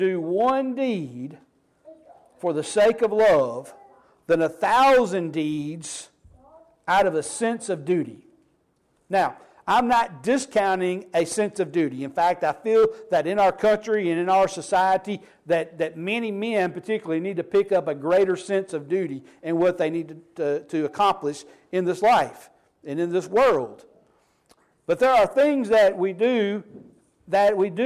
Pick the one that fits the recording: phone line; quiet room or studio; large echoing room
large echoing room